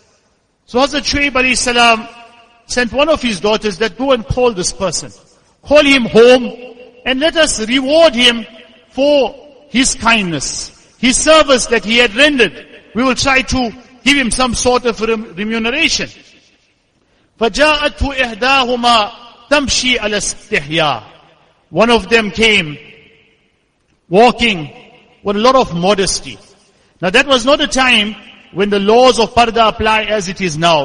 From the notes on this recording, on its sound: Jumuah lecture.